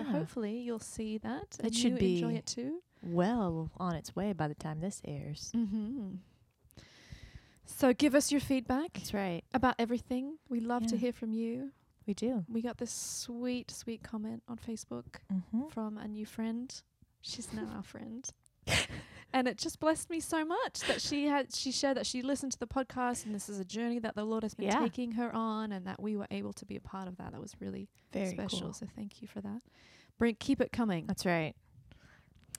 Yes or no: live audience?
no